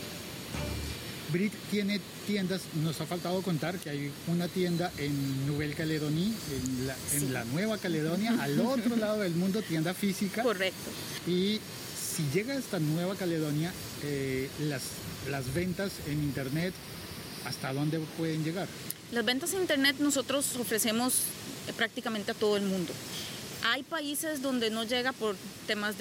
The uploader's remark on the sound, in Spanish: Un episodio podcast grabado en una playa mexicana